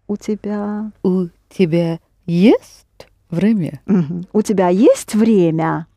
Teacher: Only есть is pronounced at the pitch of the highest pitch